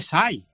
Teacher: hay mucha gente que abre tanto la E al pronunciar que parece una A, ¿no? Y en vez de decir SEI, dice SAI.